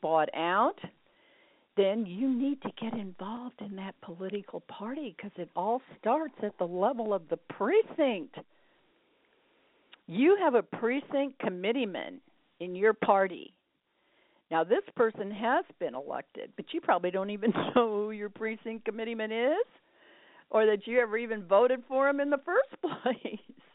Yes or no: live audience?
no